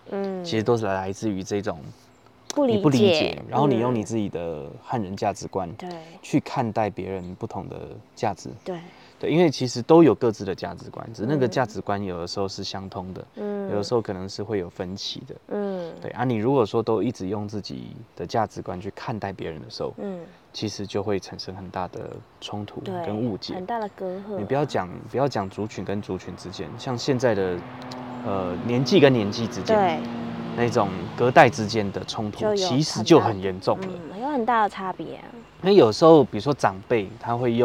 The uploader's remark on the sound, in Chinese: 哎呀這次我們忘記帶錄音介面上山了Ｑ。只能用一般的收音MIC來使用。這次選擇在戶外錄音所以在聲音上會有蠻多環境音的。另外本集有特殊的音響還請大家不要開太大聲以免被嚇到。